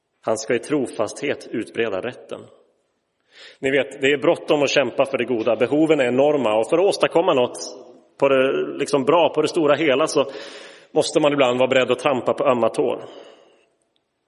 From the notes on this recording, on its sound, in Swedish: Inspelad i Roseniuskyrkan den 7 januari 2023.